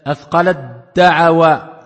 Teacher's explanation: Donc là on a le ta assimilé par le del.